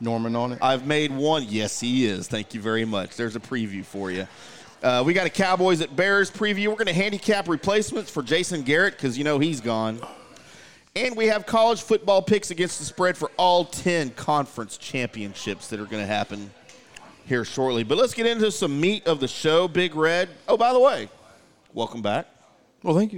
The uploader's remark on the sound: LIVE from Barrel & Bones in The Colony for Whiskey Wednesday!